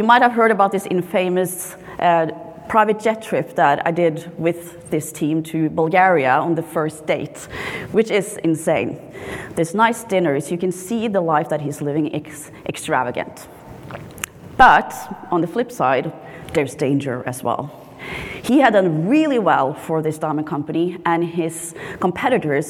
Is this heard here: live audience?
yes